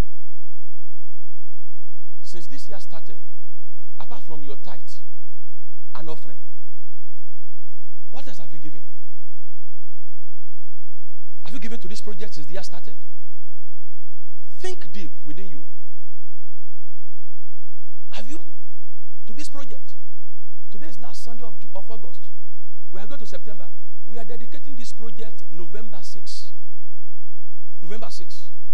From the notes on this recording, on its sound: Covenant Champions Global Assembly LIVE Service